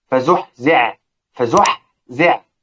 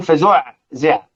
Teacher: انا سمعت بعض الناس تقول فزعزع، لماذا تقلب الحاء الاولى؟ ده خطا في الاداء، انما الحاء الثانيه فقط هي التي تضغم في العين · Shown in: first take